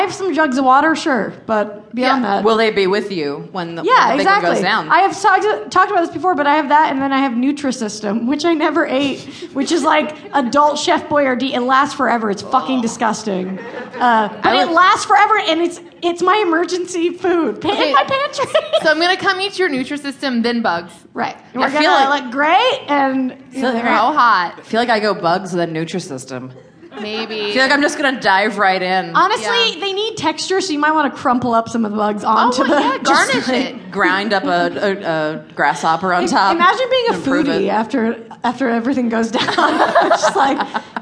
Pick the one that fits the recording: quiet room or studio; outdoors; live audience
live audience